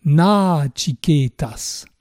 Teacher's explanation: Quant à nachiketas, remarquez que ce n'est pas exactement le prénom du jeune garçon nachiketas, parce que le premier A est long